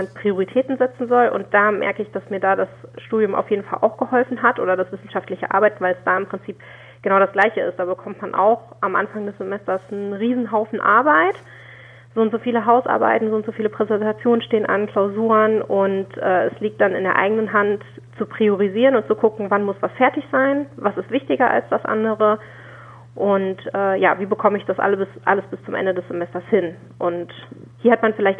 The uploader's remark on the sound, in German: Telefoninterview.